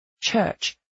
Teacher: He pronounces church without the R.